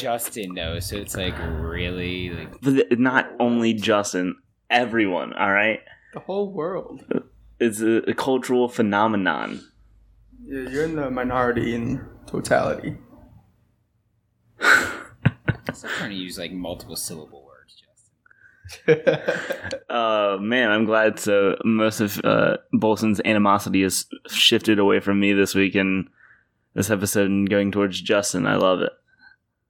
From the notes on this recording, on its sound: SORRY FOR THE AUDIO ON THIS ONE. There were tons of issues making this one.